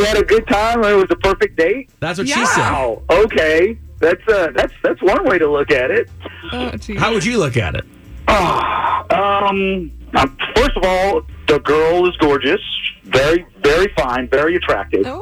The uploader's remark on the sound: get him on the phone